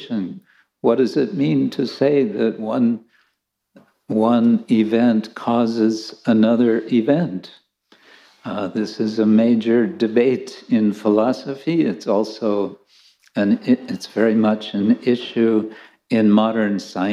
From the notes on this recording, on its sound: Lecture from ISKCON Chowpatty.